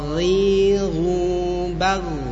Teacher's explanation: kesalahan membaca huruf ghain seringnya terlalu mengalirkan atau dialirkan nafas. Padahal ghain seharusnya tertahan nafas.